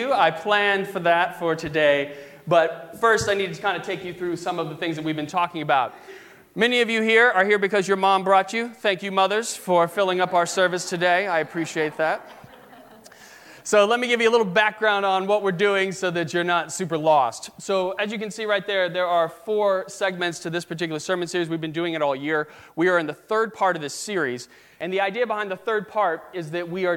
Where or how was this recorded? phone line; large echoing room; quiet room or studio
large echoing room